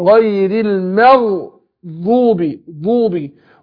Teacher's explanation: يبقى أرقق الميم وفخم الغين